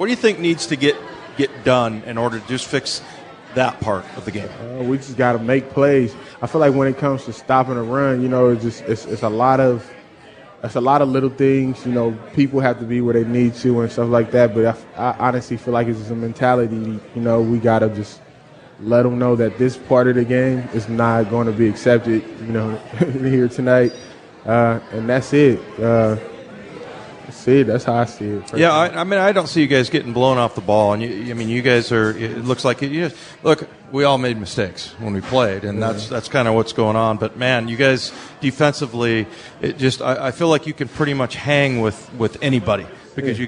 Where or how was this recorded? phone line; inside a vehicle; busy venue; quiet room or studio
busy venue